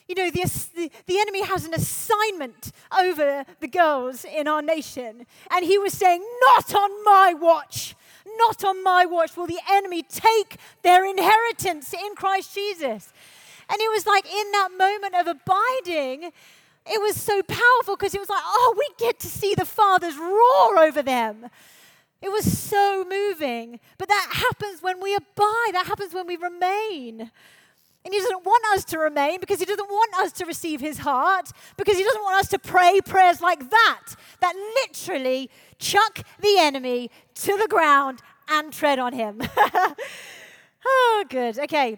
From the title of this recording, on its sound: Live at The Orchard Conference 2023